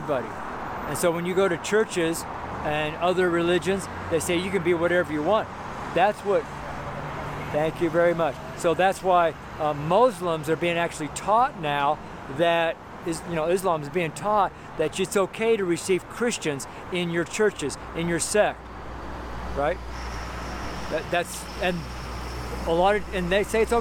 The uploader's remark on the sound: MONDAY STREET SERMON. Preached at Baseline & Broadway in Boulder, Colorado.